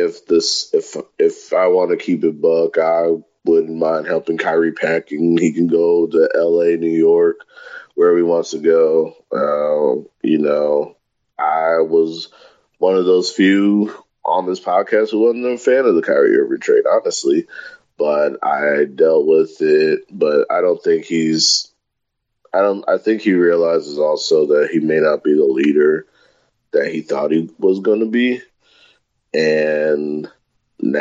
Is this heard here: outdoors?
no